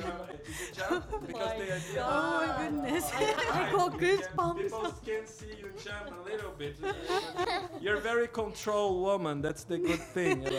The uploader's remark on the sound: Live from SHD 2023